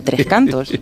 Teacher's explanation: Aunque cantos se esquivan dos palabras, al pronunciar el nombre compuesto solo damos un golpe de acento